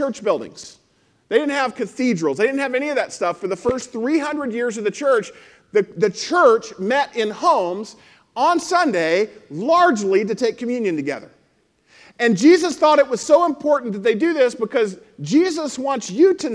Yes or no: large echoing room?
yes